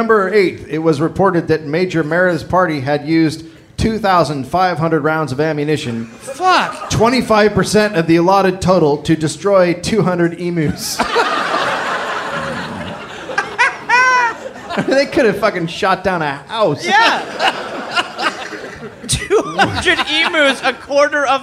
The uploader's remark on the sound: Live in Australia